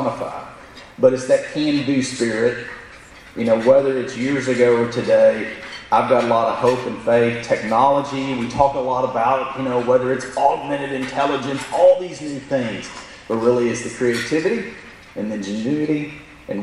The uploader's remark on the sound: In Brownsville, Texas. Here is an audio recording of the Q&A session.